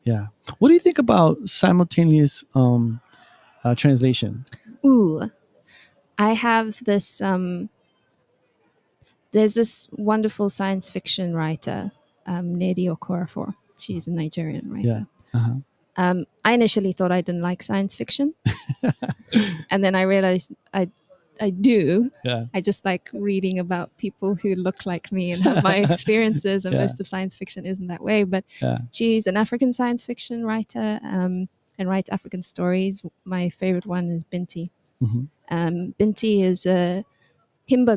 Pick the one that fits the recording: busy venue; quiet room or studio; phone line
busy venue